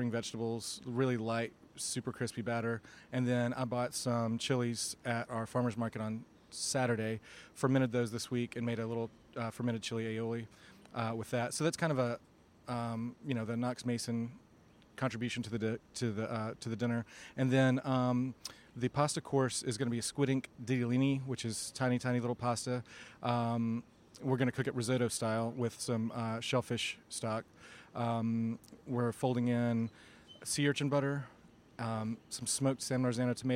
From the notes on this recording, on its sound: HRN On Tour was recording live at the James Beard House for a special evening presented by Springer Mountain Farms. HRN On Tour was recording live at the James Beard House for a special evening presented by Springer Mountain Farms, highlighting the culinary talent of Knoxville, Tennessee.